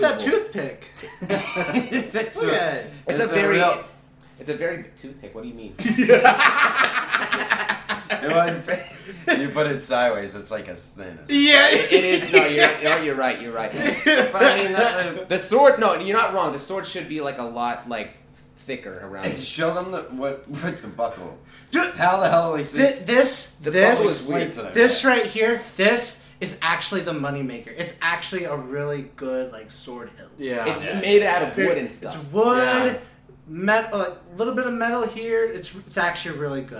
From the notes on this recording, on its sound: This is actually the first episode where we are all together!! If the mic doesnt sound the best we do apologize.